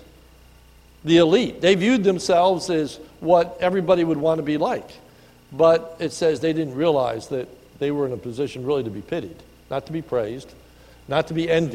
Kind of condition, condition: setting, large echoing room